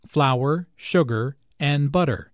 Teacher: Notice also that each ingredient is stressed because this information is important.